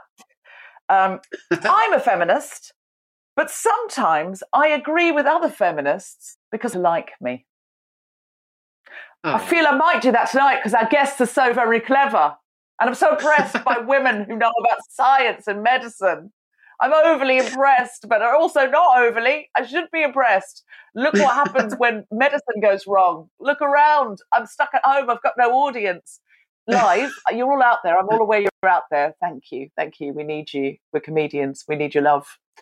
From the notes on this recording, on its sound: Recorded 4 March 2021 via Zoom.